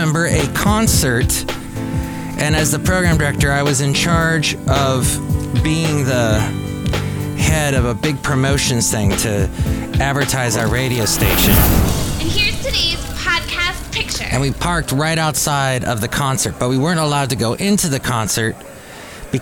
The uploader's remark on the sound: podcasts live from Café Anyway